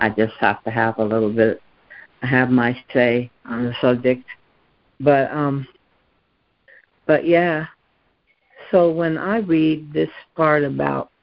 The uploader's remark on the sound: ACIM Daily Conference Call.